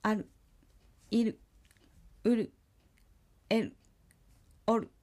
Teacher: あまりるをはっきり、表現しないようにします